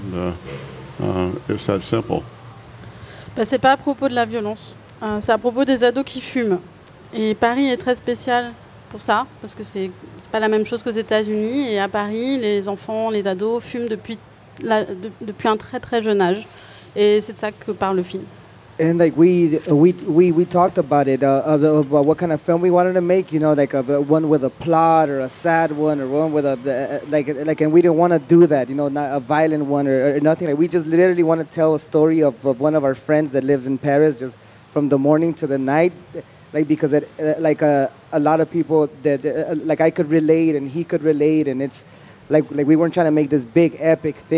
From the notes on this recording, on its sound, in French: Un plateau radiophonique enregistré en public le 24 juillet. Sur la terrasse du Théâtre des Bernadines.